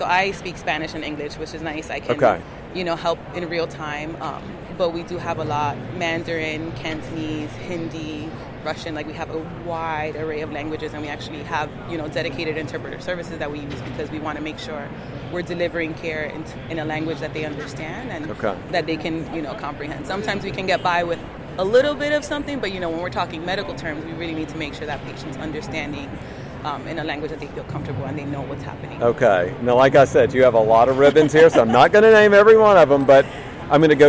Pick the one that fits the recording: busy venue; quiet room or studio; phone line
busy venue